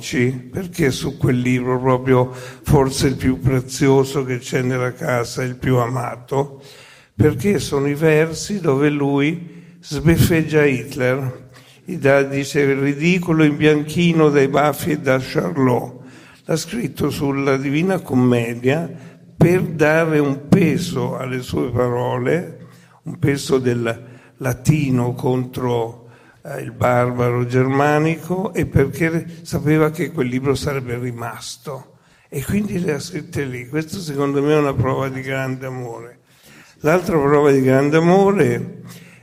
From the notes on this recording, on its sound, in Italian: Festival della Bellezza, 2021. Al Festival della Bellezza, edizione 2021, al Vittoriale.